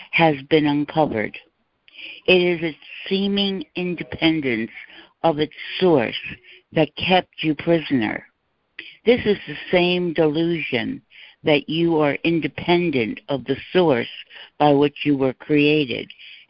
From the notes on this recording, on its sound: ACIM Daily Conference Call